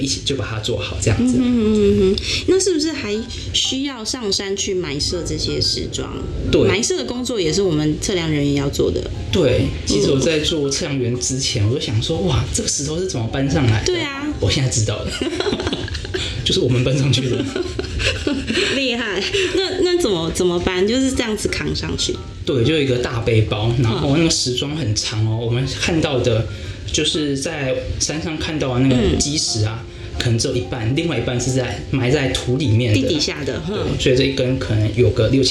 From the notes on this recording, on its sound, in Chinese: 本集錄製時遇到午後雷陣雨。背景不時有打雷聲。